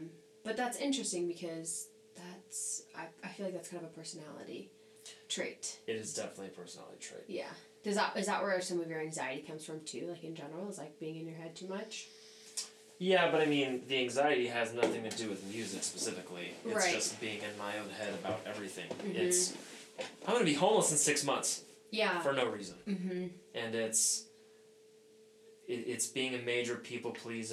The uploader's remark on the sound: Please pardon my audio mistake...I think you can still hear well enough.